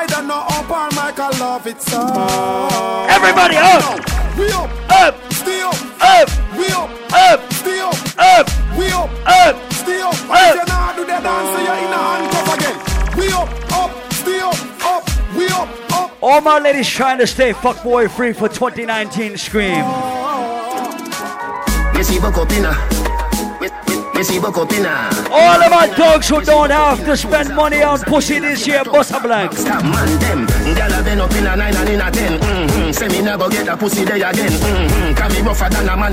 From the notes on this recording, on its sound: Live audio from Island Saturdays.